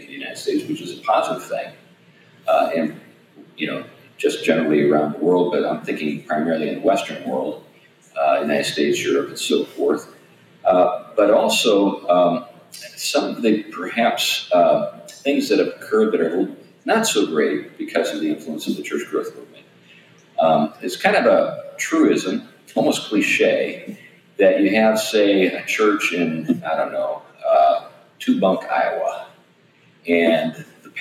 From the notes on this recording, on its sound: Unfortunately, we had a technical issue with the audio this time around, so forgive the poor quality there.